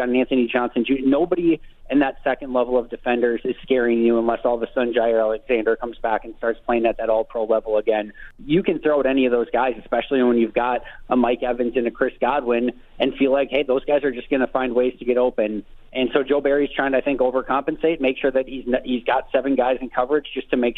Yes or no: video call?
no